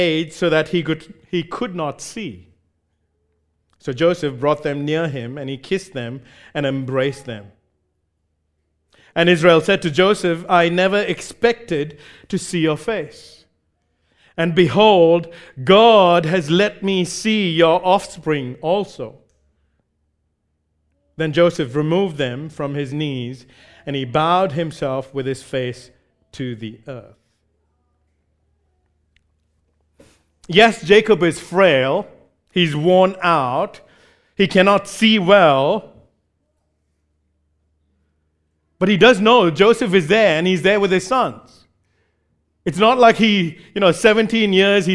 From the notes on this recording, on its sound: recorded live at Grace Community Bible Church